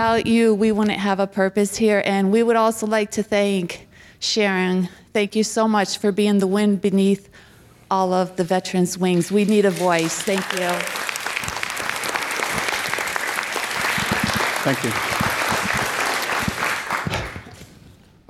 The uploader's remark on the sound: Listen to the stories and voices of local veterans recorded live October 2, 2016 at the Sha-nini George Foundation in Mercer, Pennsylvania.